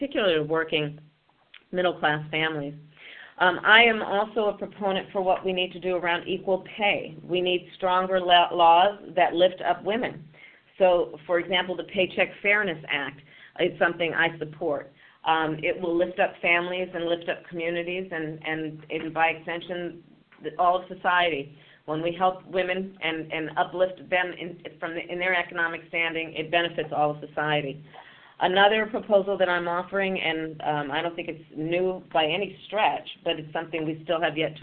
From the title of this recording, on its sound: Solutions 2020 conference call